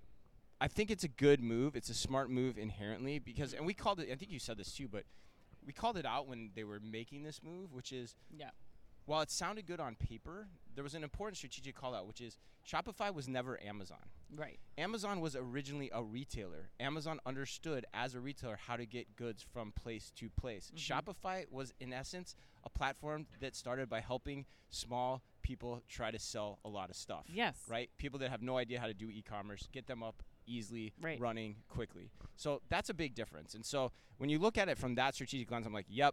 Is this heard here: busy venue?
yes